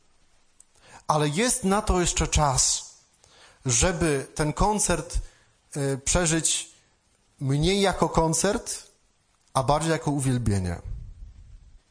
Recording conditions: large echoing room